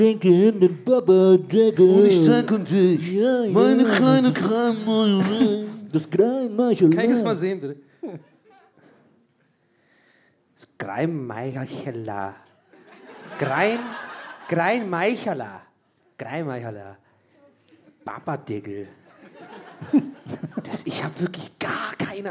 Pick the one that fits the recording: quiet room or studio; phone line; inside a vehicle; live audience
live audience